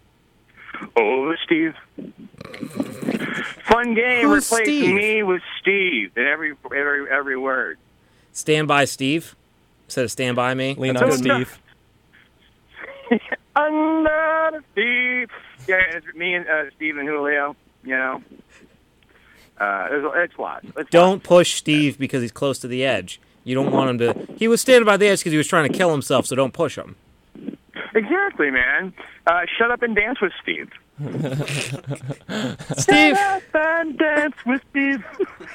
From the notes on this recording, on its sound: Phones in another riveting interview.